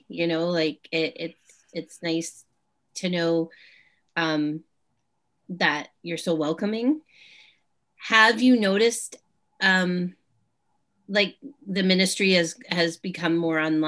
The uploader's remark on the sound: We were able to catch up with one another over Zoom.